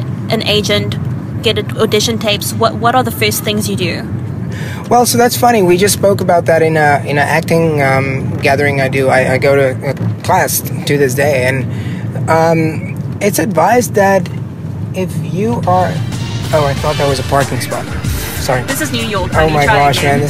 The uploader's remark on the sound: (in a car!). Trying to find a parking spot in New York!